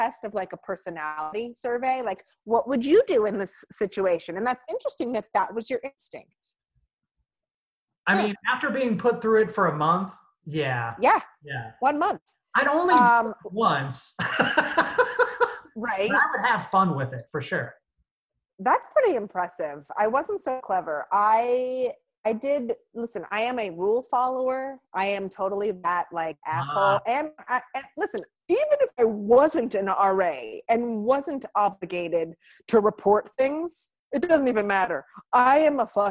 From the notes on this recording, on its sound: Recorded via Zoom